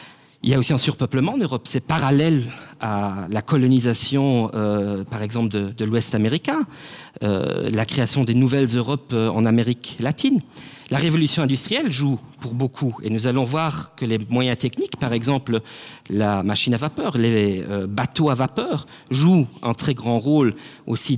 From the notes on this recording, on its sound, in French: Conférence du 9 juin. Dans le cadre de l'exposition temporaire "Le passé colonial du Luxembourg". Au MNHA. Enregistrement: [MNHA].